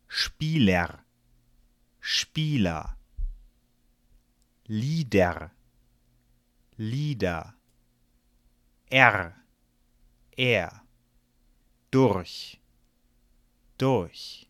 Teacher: Auch bei Wörtern wie durch scheint sich der Kehllaut rrr in einen Vokal zu verwandeln, nämlich in ein sanftes A.